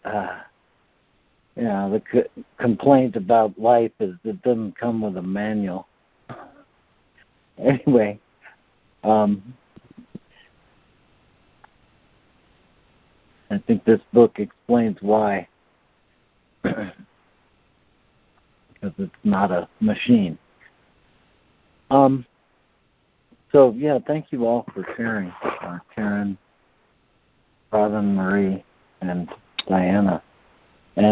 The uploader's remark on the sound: ACIM Daily Conference Call